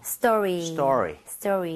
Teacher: 자기도 모르게 된소리가 나오게 돼 있습니다.